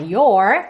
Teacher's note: no inglês americano a gente fala your, com a língua enrolada